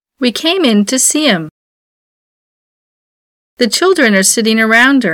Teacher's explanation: The pronouns him, her, and them lose the beginning sound and are pronounced im, er, and m when unstressed in ordinary speech.